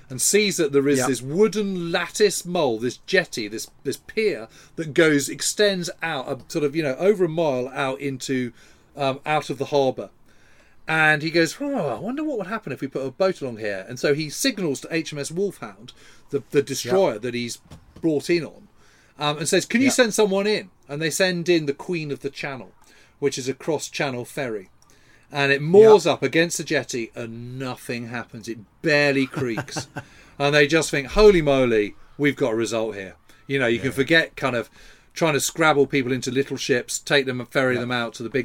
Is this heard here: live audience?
no